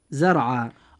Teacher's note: الراء في كلمة زرع ساكنة وما قبلها مفتوحا، فيجب أن تفخم هذه الراء عند النطق · Term: التفخيم